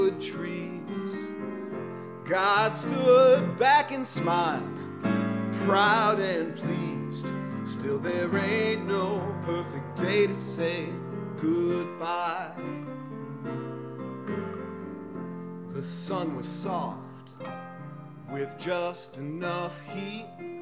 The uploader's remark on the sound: Presented as a live event in Asheboro, NC, which is then edited for broadcast. This episode was recorded live in the taproom at Four Saints Brewing Company.